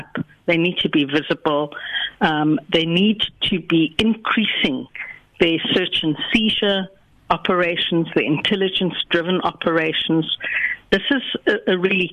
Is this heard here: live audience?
no